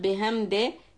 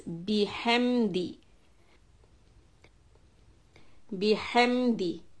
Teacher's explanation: So ba is a shadda. We are going to emphasize the kasra with the e sound. · Shown in: second take